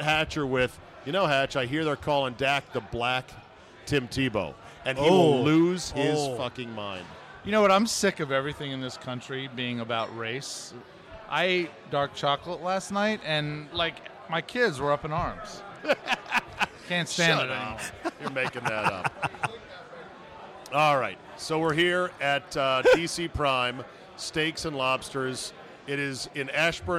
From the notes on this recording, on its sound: RECORDED LIVE at DC PRIME STEAKS in Ashburn VA.